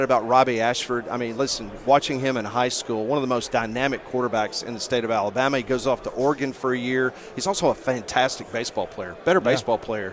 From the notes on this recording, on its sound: joined us live from 2023 SEC Media Days in Nashville Tennessee